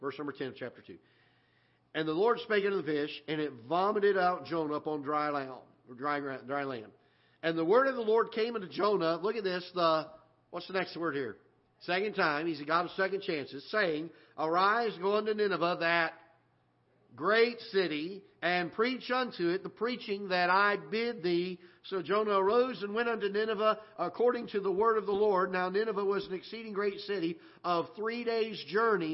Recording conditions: large echoing room